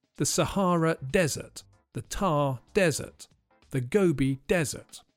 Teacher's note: The stress is on the first syllable for the hot, sandy place